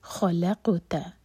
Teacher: قاف پر سکون ہے تو قاف پر ہم قلقلہ کریں گے یعنی کہ قاف کو باؤنس کریں گے